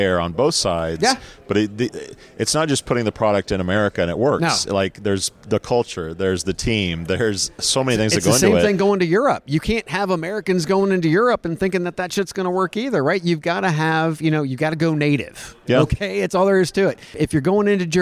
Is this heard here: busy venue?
yes